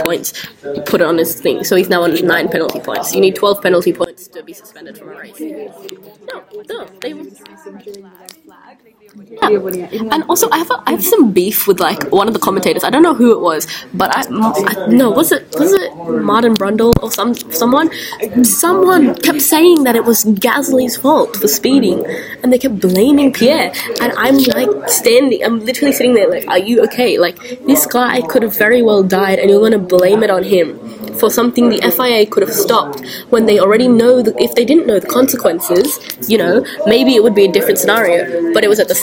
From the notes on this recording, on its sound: Please do ignore background noise as we did record this during our study class.